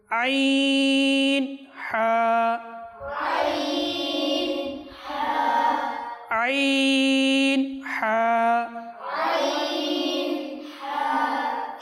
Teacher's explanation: হলক তথা কণ্ঠনালীর মধ্যাংশ থেকে উচ্চারিত হয়